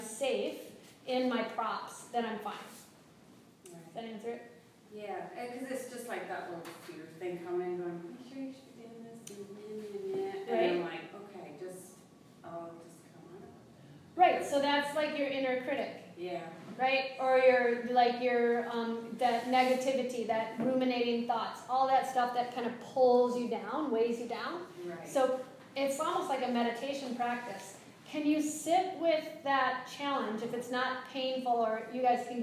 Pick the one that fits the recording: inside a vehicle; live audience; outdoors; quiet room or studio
live audience